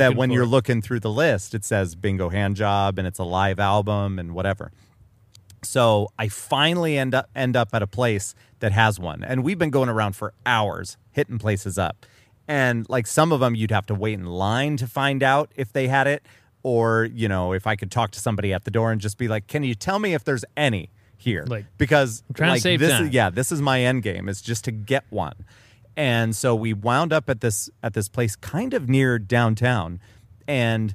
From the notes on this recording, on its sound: Live from the backyard!